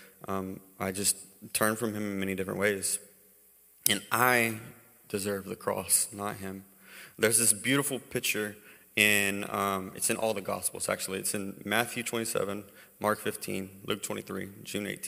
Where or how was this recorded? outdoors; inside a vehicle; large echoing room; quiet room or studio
large echoing room